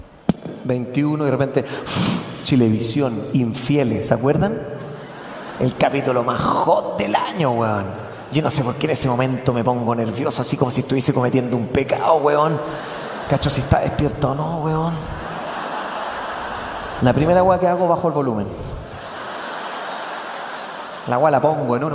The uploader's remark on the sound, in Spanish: Festival de Viña 2018. Las carcajadas y los aplausos rápidamente se apoderaron del espectáculo.